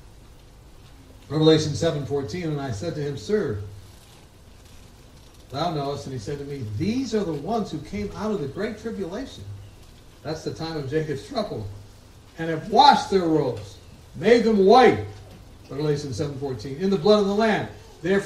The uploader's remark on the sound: Quality and sound of the program will differ due to the outdoor nature of the video.